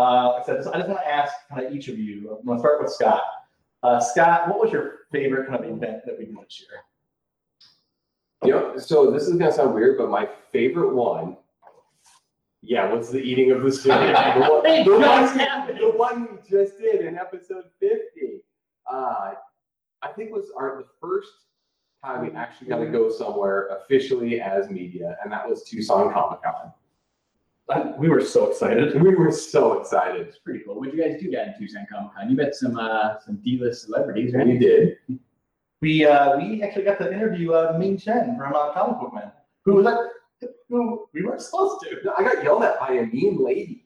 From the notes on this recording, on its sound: Record their session live in person on what sounds like a recording device from the 40's. Despite numerous technical issues.